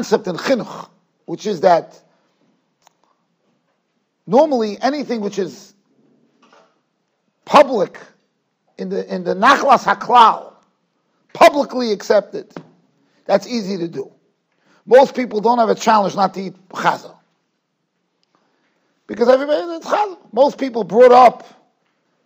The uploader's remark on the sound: Shiur recorded in Yeshivas Ohr Reuven, Monsey, NY.